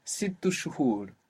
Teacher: If I say it faster, maybe I will say sit tu shuhur, and the helping vowel I put there is u